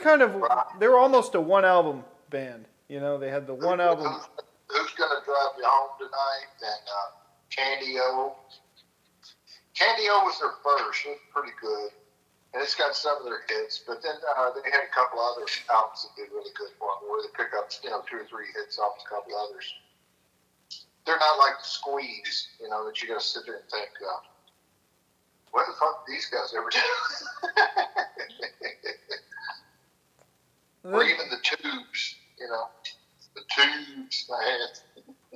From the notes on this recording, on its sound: Phone Call With My Dad.